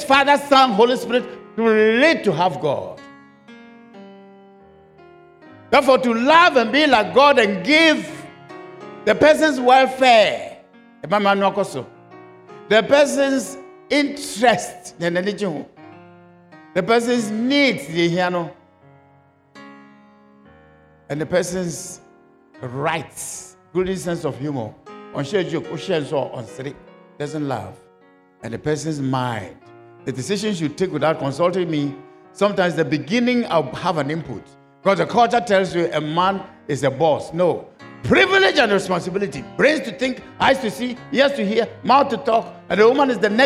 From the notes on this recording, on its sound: Sermon preached at CBC Shiashie Campus